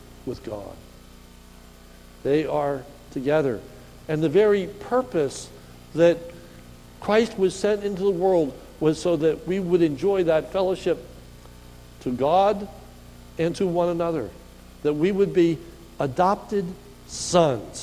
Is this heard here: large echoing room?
yes